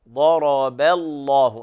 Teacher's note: فترقق الباء وتغلظ اللام بعدها، ضرب الله، هكذا لا تقل ضرب الله، فالباء حكمها الترقيق، ضرب الله، وفخمت في الله واللهم للكل بعد فتحة أو ضمة.